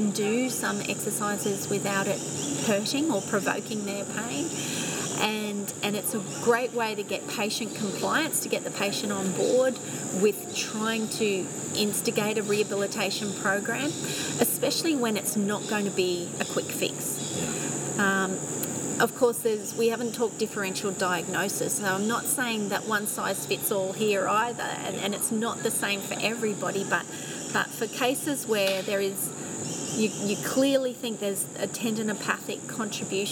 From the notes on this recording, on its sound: Recorded outside. Gold Coast in Australia, apologies for the sound of wildlife in the background !!